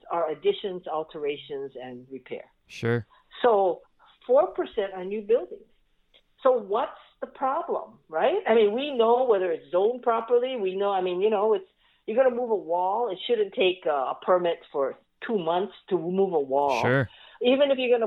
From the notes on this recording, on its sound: Hop on the phone.